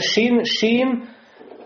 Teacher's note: Например, шин, в нем есть «Аттафаши», то есть шипение.